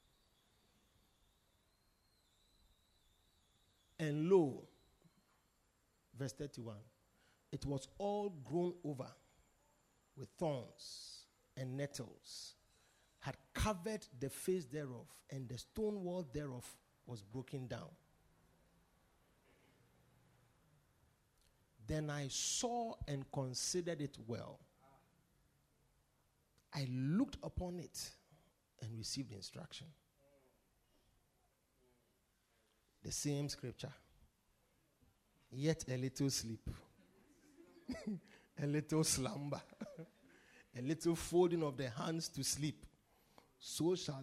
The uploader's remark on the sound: Preached at the Supernatural Encounter Service - The Poimen Church- HQ